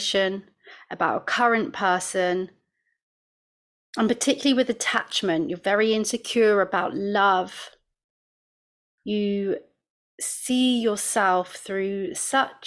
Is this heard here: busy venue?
no